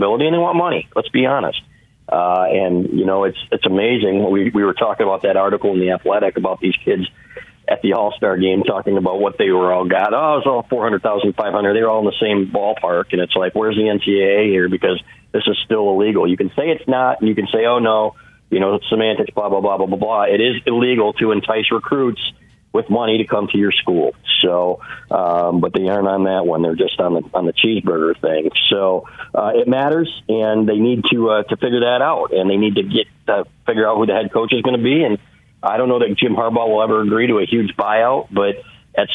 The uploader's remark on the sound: We took your calls throughout the show.